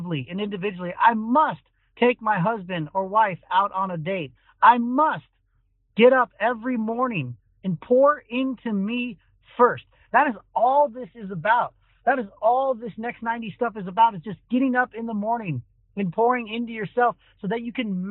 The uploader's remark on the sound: Joins us live from his car on the road.